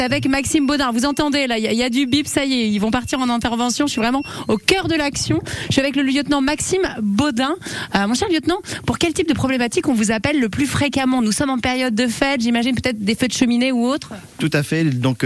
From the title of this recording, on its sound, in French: en direct de la caserne des pompiers de Tourlaville